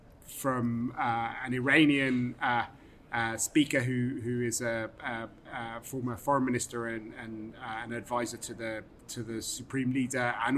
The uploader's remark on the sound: On location at the Doha Forum 2022